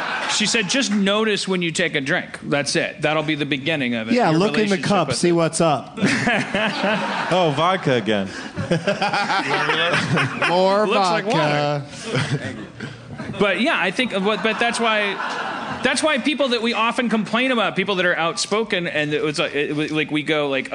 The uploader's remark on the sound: LIVE from Esther’s Follies at SXSW’17 in Austin, TX. Audience members.